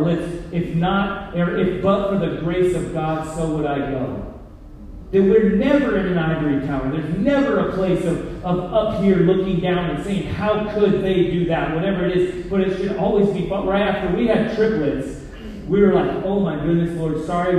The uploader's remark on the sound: Poor Audio Quality